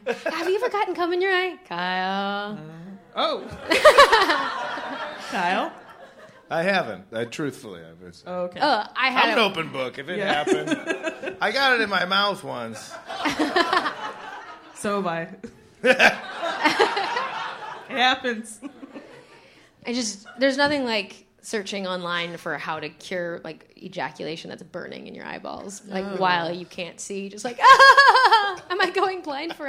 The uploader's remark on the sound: Live at Bridgetown Comedy Festival